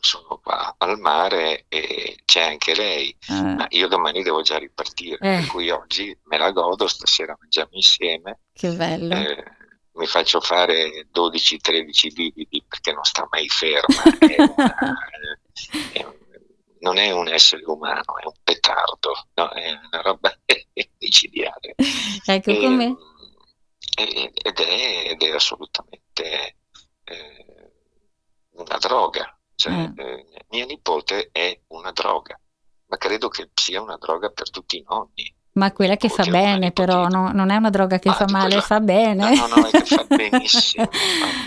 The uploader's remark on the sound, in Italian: INTERVISTA TELEFONICA